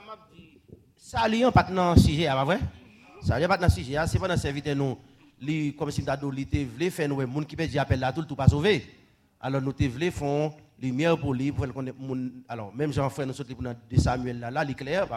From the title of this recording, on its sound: Sunday Service Live